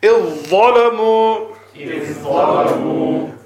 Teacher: the ذال will be changed into a ظاء and you read both of them as fullness